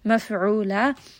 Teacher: عين from the middle of the throat